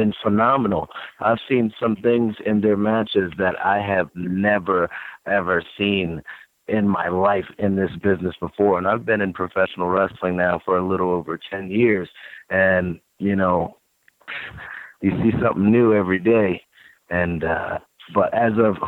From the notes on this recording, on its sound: the full audio from Impact Wrestling's June 27, 2018 media call